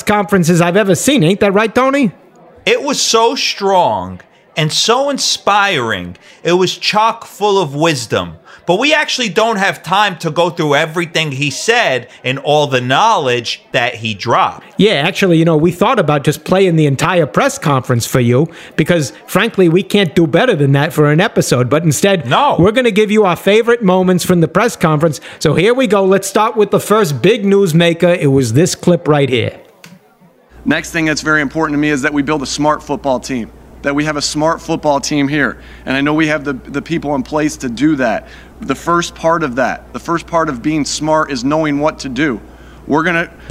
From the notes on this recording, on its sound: LIVE from Super Bowl 55 in Tampa! Coming to you LIVE from Radio Row at the site of Super Bowl 55 in beautiful Tampa Bay.